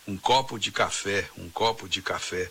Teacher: a preposição de, que é um monossílabo, é uma preposição que a gente pronuncia sem intensidade tonal. Tanto que esse de costuma virar de. · Term: monossílabos átonos